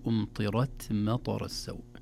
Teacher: نفخم الراء في أمطرت ونهمس التاء دون مبالغة ودون قلقلة · Term: تفخيم الراء